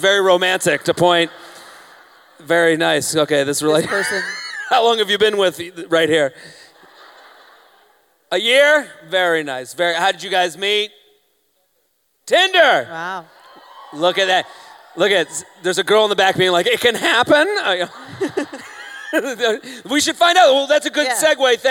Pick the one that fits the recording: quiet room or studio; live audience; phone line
live audience